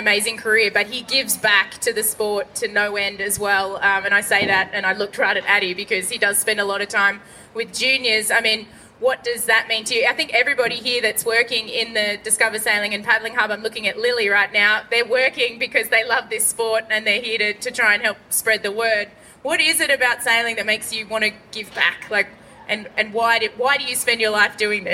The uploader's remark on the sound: recorded at the Sydney Boat Show